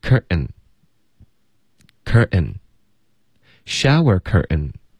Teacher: curtain 的这个 ten,特的音也会用一个喉音停顿，所以就发 curtain, shower curtain.I straightened out your shower curtain.